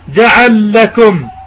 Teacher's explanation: أدغم اللامين مع أن اللامين متحركات · Term: إدغام كبير